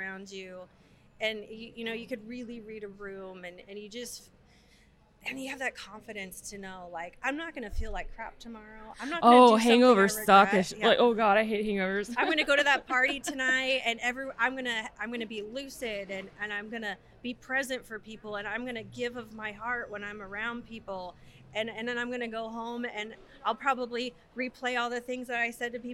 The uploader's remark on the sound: Recorded in Atlantic City during the Great American Craft Expo.